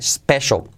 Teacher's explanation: Y esa L de special muy poquita al final